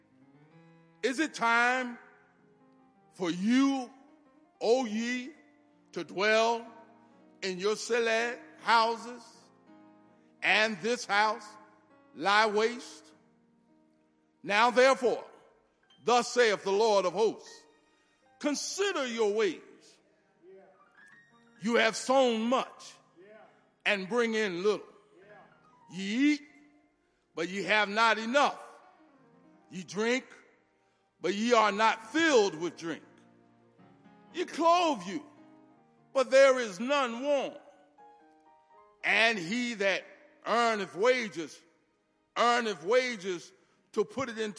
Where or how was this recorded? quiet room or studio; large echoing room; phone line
large echoing room